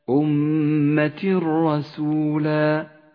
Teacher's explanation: التنوين وبعده حرف الراء يسقط التنوين من اللفظ ولذلك هو رمادي اللون وتشدد الراء التي بعده أمة الرسولة بعد · Term: الإدغام بلا غنة